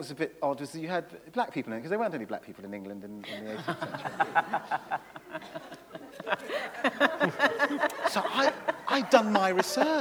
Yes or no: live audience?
yes